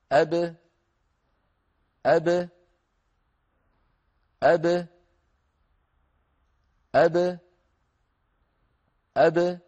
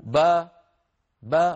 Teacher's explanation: الشفتان عند القلقلة تبتعدان عن بعضهما لكن الفكين لا يبتعدان · Shown in: first take · Term: الباء المقلقلة